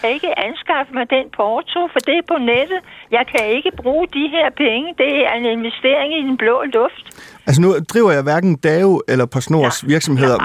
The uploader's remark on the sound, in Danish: Tager telefoner og svarer på spørgsmål live i Ring til regeringen, den direkte vej til magten på P1.